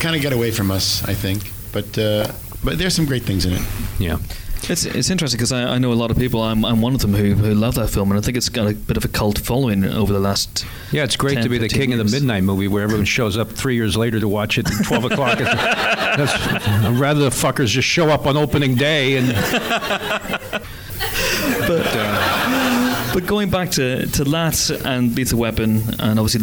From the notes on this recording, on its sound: An audience Q&A. After a very special screening of The Nice Guys.